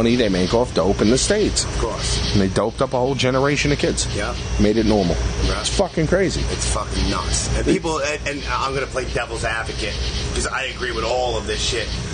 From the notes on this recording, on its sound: Live from Huntington Station. We met up at a shitty little bar in Huntington Station, Long Island.